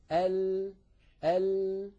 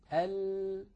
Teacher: ويقول الإنسان ال ال يجد الهواء أمامه هذا هذه المنطقة مقفلة فينحرف بعض الصوت عن يمين اللسان عن يمين الحافة وبعضه عن يسار الحافة ثم يتابع الهواء طريقه إلى الخارج ال... ها. اليمين واليسار منطقة · Term: اللام